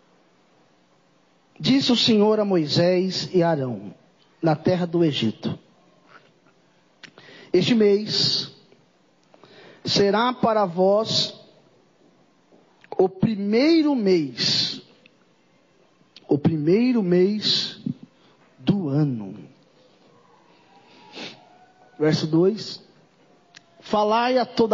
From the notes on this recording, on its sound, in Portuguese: Mensagem gravada em 09/04/2023 - Culto da Família